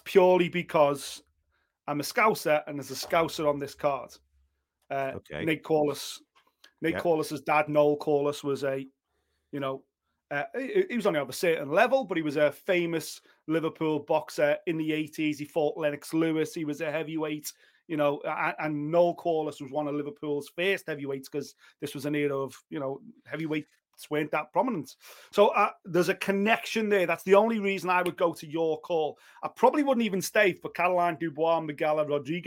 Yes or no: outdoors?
no